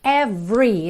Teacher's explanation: esse E do meio não é pronunciado